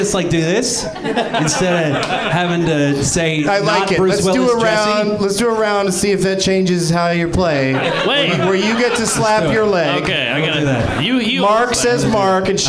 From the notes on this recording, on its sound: Live from the NerdMelt Showroom in LA